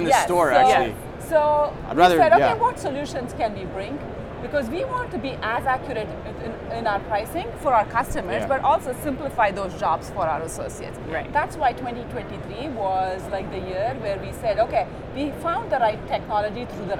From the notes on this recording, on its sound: Live From NRF 2024.